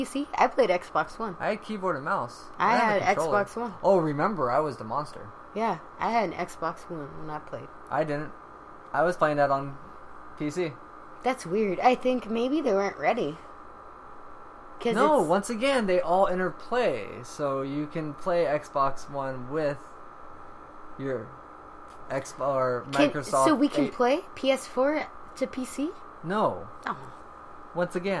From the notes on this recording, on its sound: First off sorry for the noise is the background. It was really hot so that is my AC keeping us cool for the podcast.